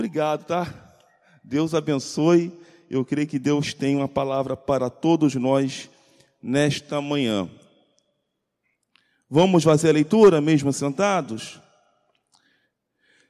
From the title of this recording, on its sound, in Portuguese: CULTO DE LOUVOR E PALAVRA AO VIVO 27.09.2020 - MANHÃ